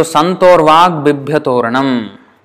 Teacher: So now when you join In English, it will become santorvak. But this K became a G because of the next word. Because that is the end of this word and the next word is starting from another, and then that rule caused it to become a G.